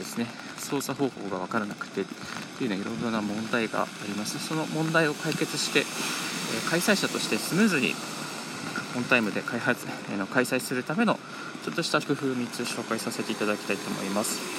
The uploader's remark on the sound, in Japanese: 歩きながらラジオ配信